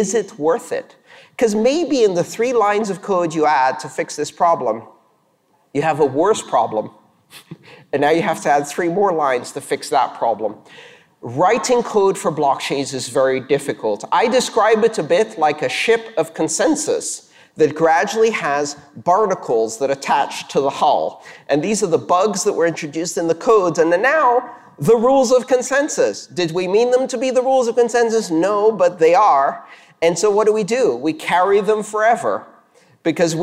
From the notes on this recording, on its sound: This talk was delivered on December 12th, 2019 for the La Bit Conf Latin American Bitcoin and Blockchain conference in Montevideo, Uruguay.